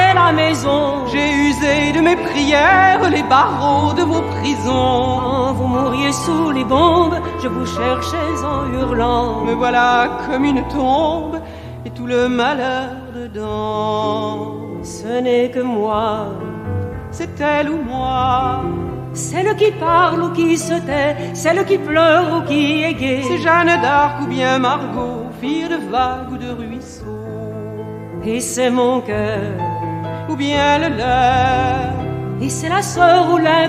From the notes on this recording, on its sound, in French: Spectacle créé au Théâtre Maxime Gorki en 1987 et enregistré au Théâtre Dejazet en 1988.